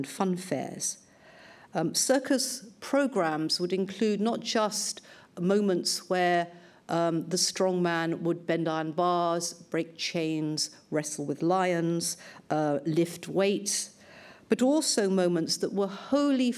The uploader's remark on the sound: Lunch Hour Lecture on tour at the British Museum